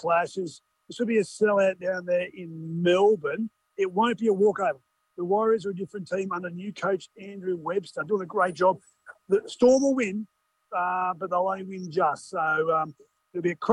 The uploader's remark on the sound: Live from Times Square New York!